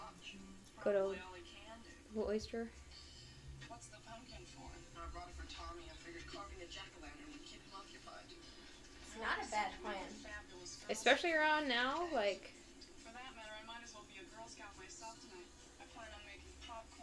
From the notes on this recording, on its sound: It's like you’re watching a movie with your friends! We tried to block out the movie as best we could but, any and all background sounds or music from the movie belong to the creators.